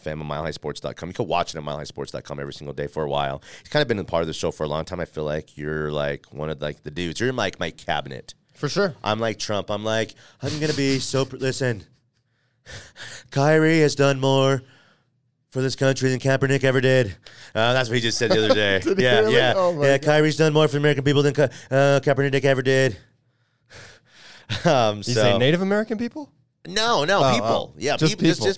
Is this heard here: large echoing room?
no